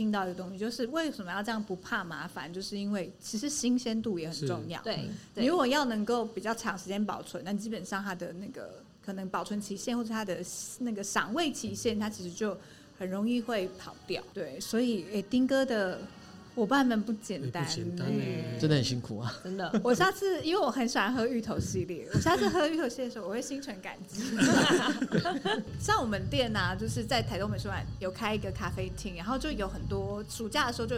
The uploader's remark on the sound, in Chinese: 本集因戶外錄製遇上音樂活動彩排，偶有較嚴重的環境音干擾，敬請見諒！